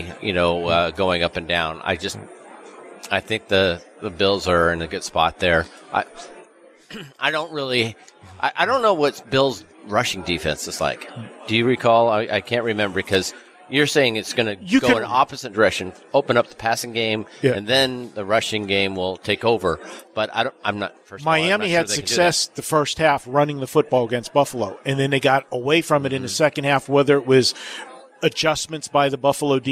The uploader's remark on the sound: Live From the Super Book at Westgate Las Vegas